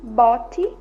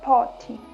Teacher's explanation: Na pronúncia do P, a glote está aberta, permitindo a passagem do ar regularmente, sem a vibração das cordas vocais. · Shown in: second take